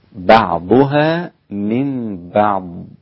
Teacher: هذه الضاد لابد أن تكون مستطالة، يبقى أخرج عن أنها دال، أخرج عن حروف القلقلة، أخرج عن حرف الضاء الذي ينطقه كثير من الناس العرب، يقلبون الضاد ضاء وهذا لا يجوز.